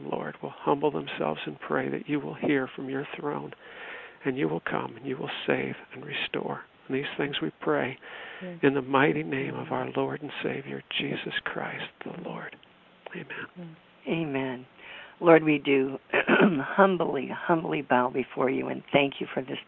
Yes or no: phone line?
yes